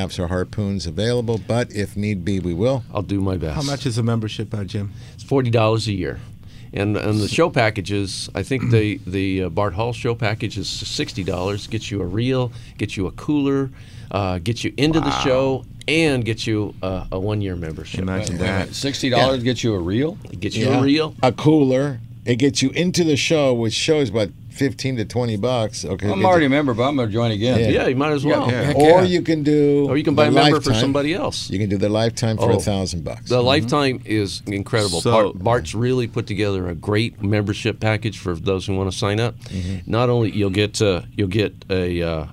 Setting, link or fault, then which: setting, busy venue